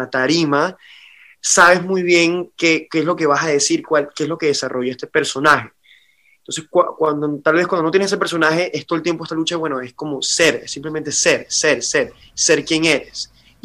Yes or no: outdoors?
no